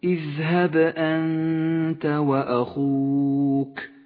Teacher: بعد ذلك حكم الإخفاء في كلمة أنت، اذهب أنت وأخوك، النون الساكنة وبعدها حرف التاء، تخفى النون بالتاء وتغن بمقدار حركتين